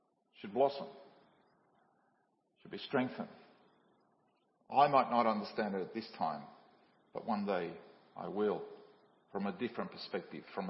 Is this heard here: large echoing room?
yes